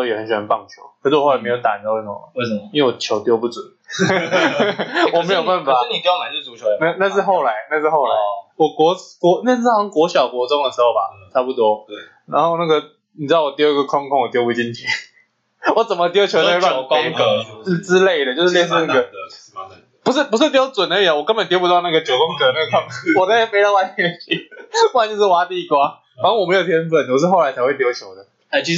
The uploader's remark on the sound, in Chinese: 本集電腦沒有放乖乖，音質略微奇特